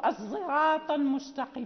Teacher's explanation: مثلا في قراءة إشمام الصاد صوت الزاي لخلف، أو نقول الصراط المستقيم، يعني نشم الصاد صوت الزاي فيكون صوت الصاد أكثر والزاي قليل، يعني داخل فيه صوت الزاي، هذا يسمى إشمام حرف لحرف.